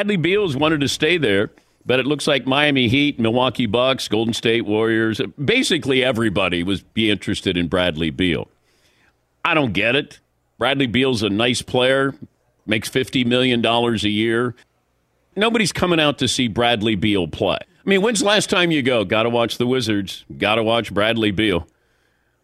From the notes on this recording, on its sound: broadcasts live from the US Open at the Los Angeles Country Club